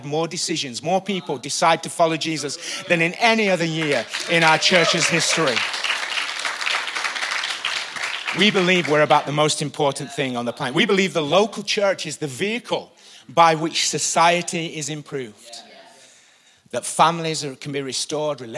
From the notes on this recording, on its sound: Recorded live at the Chesterfield Campus. This is the message from the morning service.